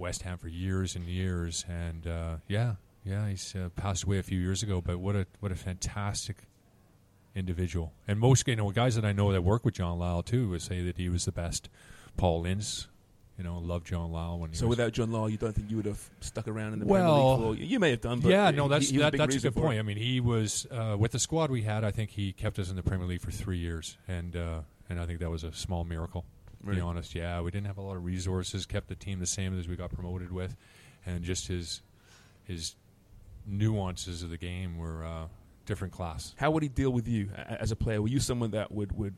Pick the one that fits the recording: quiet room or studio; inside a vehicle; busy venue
busy venue